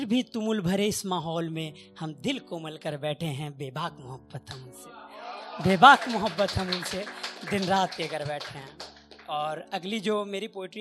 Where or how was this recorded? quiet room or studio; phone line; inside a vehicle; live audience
live audience